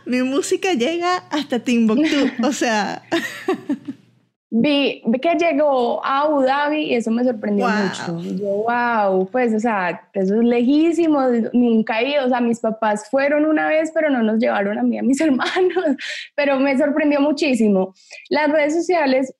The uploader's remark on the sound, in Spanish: conversa vía Zoom